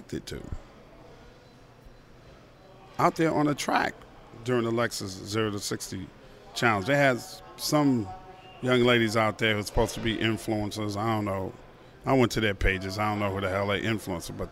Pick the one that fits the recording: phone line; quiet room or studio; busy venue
busy venue